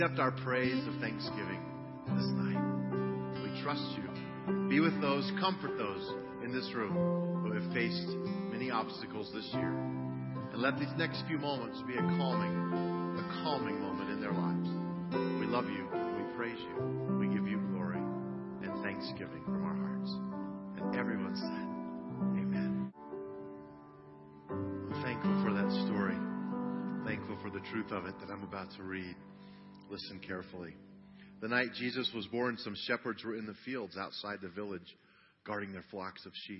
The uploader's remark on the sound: CHRISTMAS EVE CANDLELIGHT SERVICE - Audio